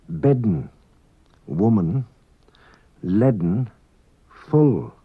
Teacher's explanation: An unwritten D is pronounced before N in some Manx words.